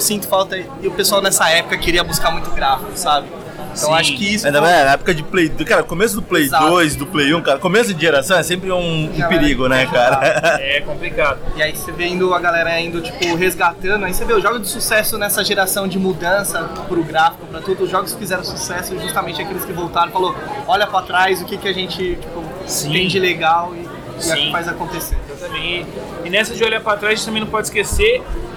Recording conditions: busy venue